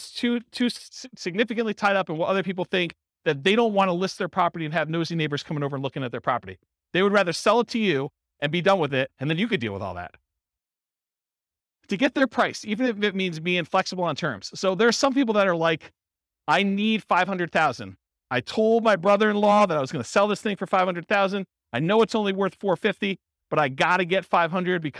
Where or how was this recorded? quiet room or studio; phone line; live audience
live audience